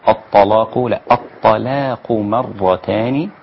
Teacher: اللام لا تغلظ بعد الطاء